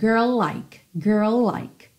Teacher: E aqui no caso da música, o girl já é seguido pelo like, que também começa em L, então você já junta tudo